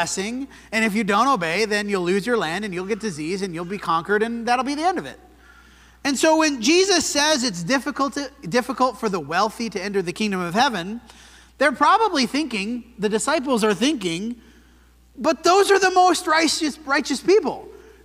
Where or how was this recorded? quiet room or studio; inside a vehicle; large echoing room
large echoing room